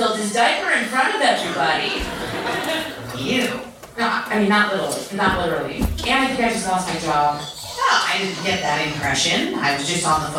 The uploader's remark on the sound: We recorded this one live from SF Sketchfest 2017. Before the table read.